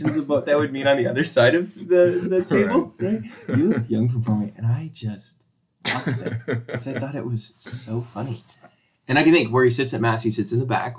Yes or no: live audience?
no